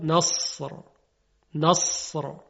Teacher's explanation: میبینیم که صدای صاد خیلی درشت تلفظ میشه